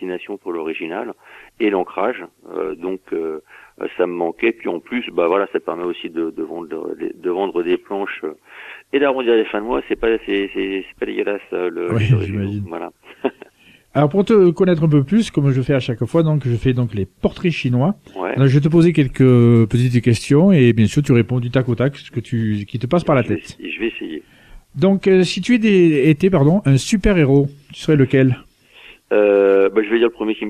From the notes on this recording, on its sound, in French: Qui reçoit par téléphone.